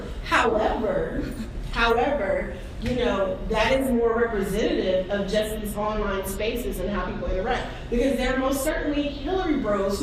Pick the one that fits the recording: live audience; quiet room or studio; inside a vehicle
live audience